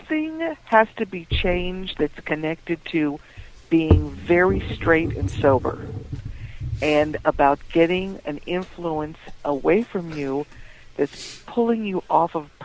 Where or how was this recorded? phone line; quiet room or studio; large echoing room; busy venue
phone line